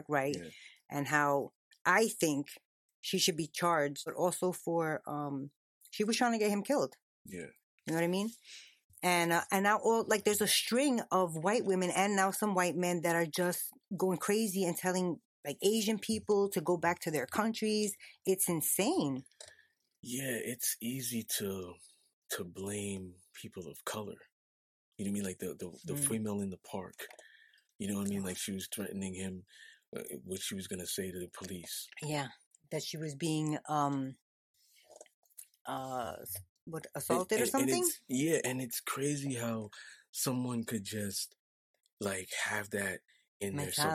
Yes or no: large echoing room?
no